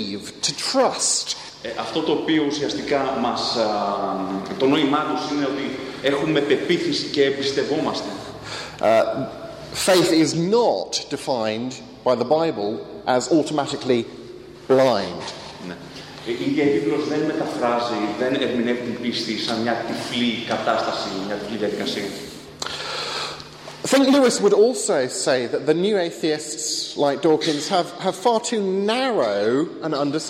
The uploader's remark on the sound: Lecture with Greek translation delivered at First Evangelical Church in Athens.